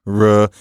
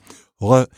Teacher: the R is that uvular R, that Frenchy R · Shown in: second take · So it's not r, it's r back there.